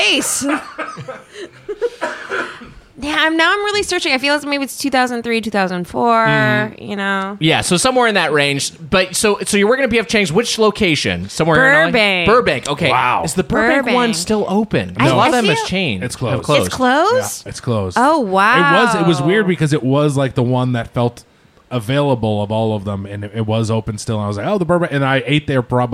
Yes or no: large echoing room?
no